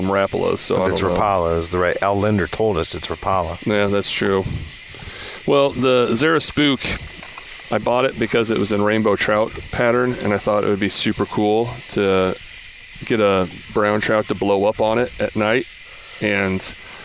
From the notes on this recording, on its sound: Record from a gravel bar on the river they no longer speak.